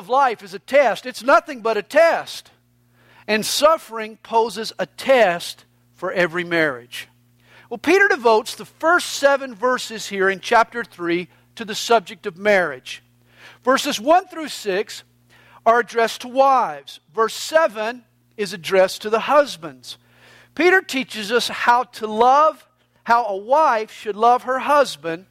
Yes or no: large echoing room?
yes